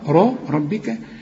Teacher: ربك الباء هنا أكثر رقة، ربك إنما الراء مفخمة